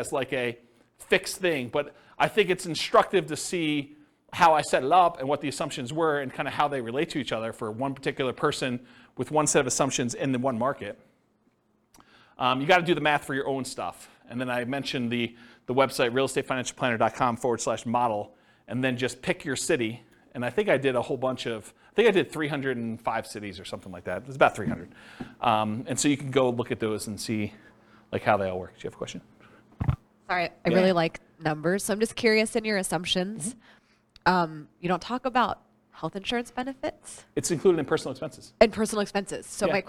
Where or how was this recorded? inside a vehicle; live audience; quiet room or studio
live audience